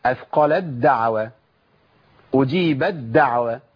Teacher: ما أقولش فلما أثقلت دعوى الله، ما أعملش القوة ديت والشدة ديت، أنا بشيل التاء وأبدلها بدال · Term: إدغام تاء في دال